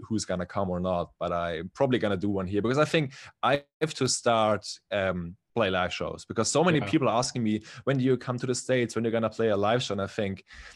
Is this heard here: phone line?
no